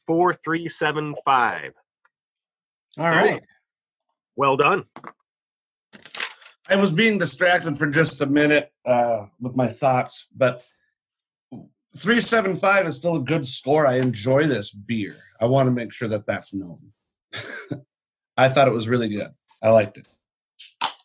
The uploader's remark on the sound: Welcome once again to another Zoom episode of Brews, Booze, & Reviews! We stared at screens the whole time.